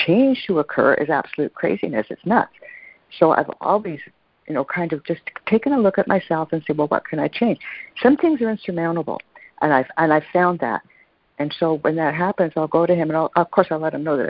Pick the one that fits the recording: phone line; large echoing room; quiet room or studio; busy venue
phone line